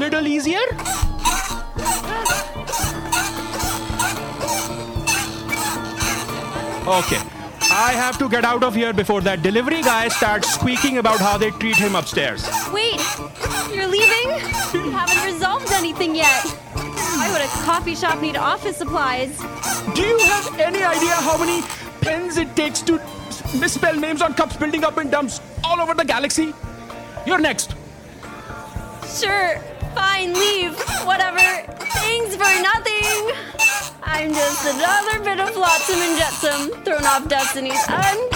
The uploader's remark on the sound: Was recorded in front of a live audience.